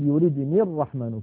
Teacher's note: يعني مثلا لما نقول إن يردني الرحمن بضر في سورة ياسين، إن يردني الرحمن أصلها يردني، هناك ياء متكلم، لكن هذه الياء لما نصبها بكلمة الرحمن نقول يردني الرحمن فتسقط الياء في اللفظ